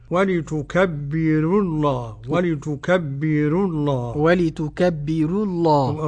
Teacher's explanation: الراء مرققة ولفظ الجلالة اللام مفخمة · Term: ترقيق الراء